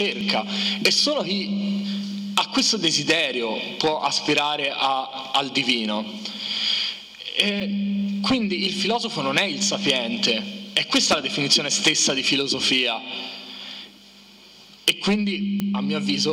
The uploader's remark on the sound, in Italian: Direttamente dal festival della filosofia di Firenze